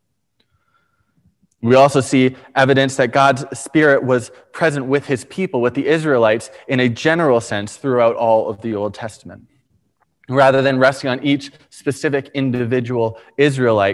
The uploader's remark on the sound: Preached on May 23, 2021 at Liberty Grace Church